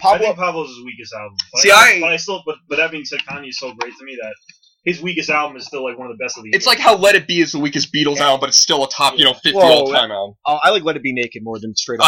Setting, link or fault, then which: fault, poor sound quality